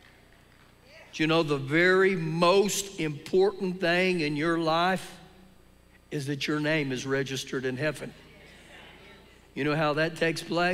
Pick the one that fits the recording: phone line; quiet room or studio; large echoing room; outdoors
large echoing room